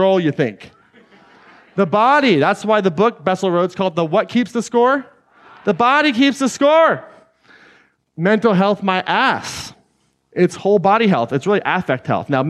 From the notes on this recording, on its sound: Today’s episode is an excerpt taken from Claim Your Power Live Atlanta 2019.